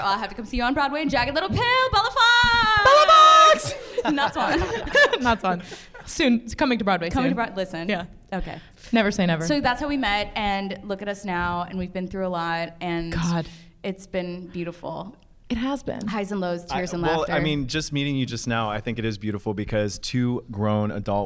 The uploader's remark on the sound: At this year’s BroadwayCon, The Broadway Podcast Network family — went BIG! This week’s Episode is from our live recording.